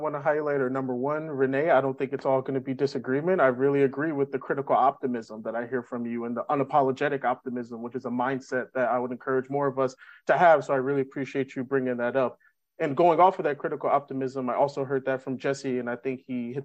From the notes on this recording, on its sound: Online Panel Discussion